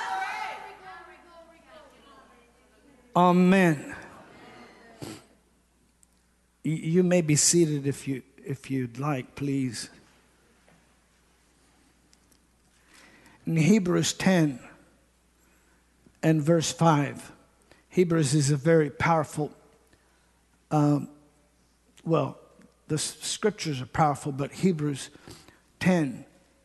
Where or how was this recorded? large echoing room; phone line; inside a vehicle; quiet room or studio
large echoing room